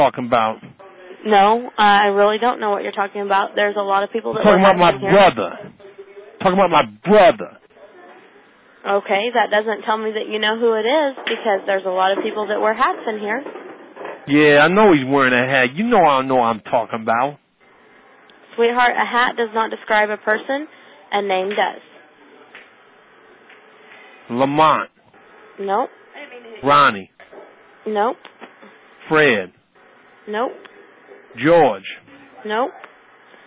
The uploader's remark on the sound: Prank Phone Calls